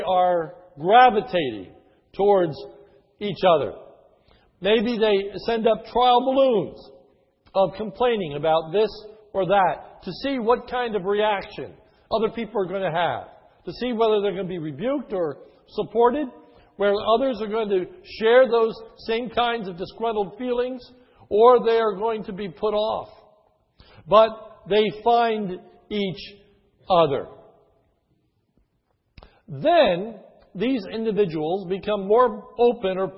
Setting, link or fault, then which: setting, large echoing room